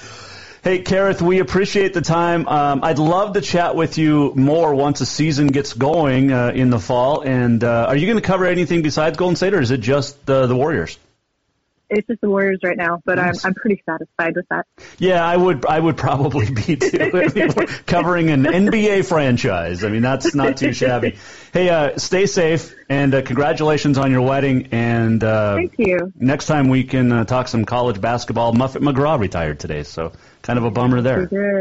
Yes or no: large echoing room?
no